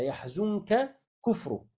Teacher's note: إلا في قوله تعالى في لقمان يحزنك كفره فإنه لم يدغمه، يعني بيقرأها كده يحزنك كفره فإنه لم يدغمه، لكون النون ساكنة قبل الكاف فهي تخفى عندها